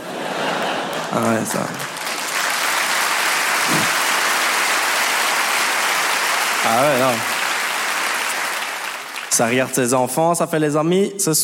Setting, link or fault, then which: setting, live audience